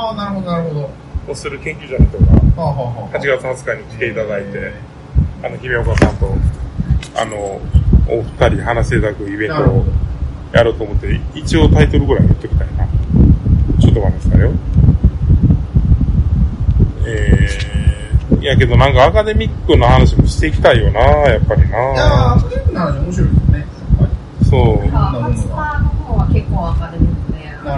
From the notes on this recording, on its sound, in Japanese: 公録音源にBGMが入ってしまっており、お蔵入りかと思われましたが、音質が悪いながらもバックアップが録れておりました。